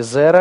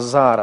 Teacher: И еще второе изменение, которое происходит в паузальной форме, это гласные меняются в сторону «а», удлиняются и меняются в сторону «а» · Shown in: second take · В частности, «зера» здесь поменялось на «зара». · Term: Паузальная форма